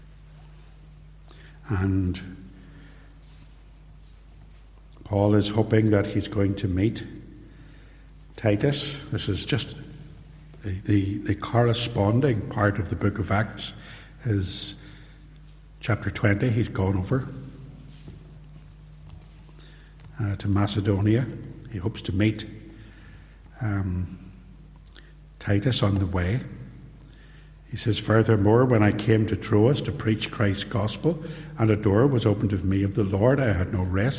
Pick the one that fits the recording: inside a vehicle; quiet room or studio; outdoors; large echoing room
large echoing room